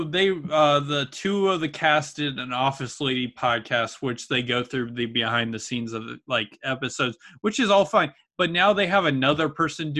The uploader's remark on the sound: sit down on Zoom and have a chat